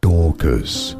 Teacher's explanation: Stress on the first syllable. Dork. Dorcas.